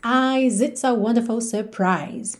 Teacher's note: esse eyes, ele vai ser alongado e o S já vai juntar no it's